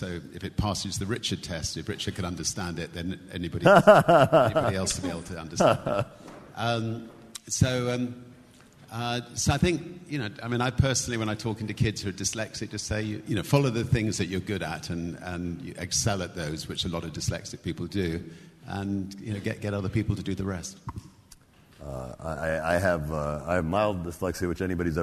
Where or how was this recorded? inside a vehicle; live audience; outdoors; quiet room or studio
live audience